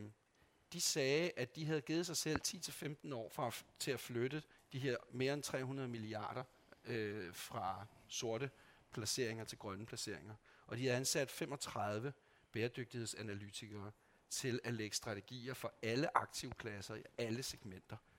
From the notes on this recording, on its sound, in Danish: I denne podcast optaget på Boligdagene 2023.